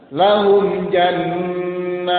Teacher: Bisa antum tahan di sini, jannat, boleh. Yang penting, nunnya dipanjangkan